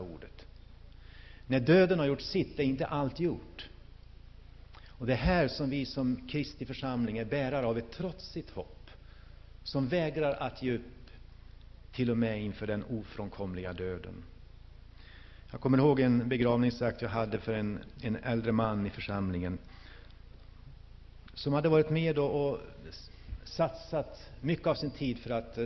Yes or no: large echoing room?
yes